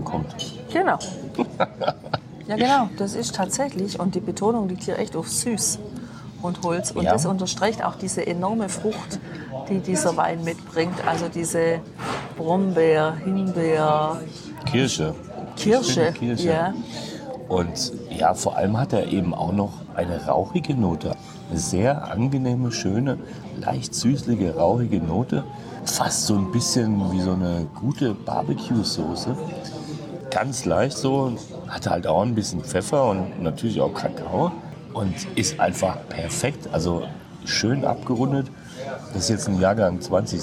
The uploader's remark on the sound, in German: Der Parador in Tordesillas. Das Restaurant beschreiben wir live zwischen Churros und Manchego.